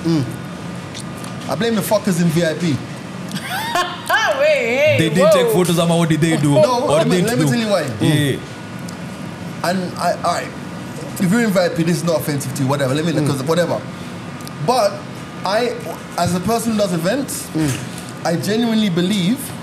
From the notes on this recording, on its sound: The crew are live on location at Kukito Chicken Shop in Hurlingham.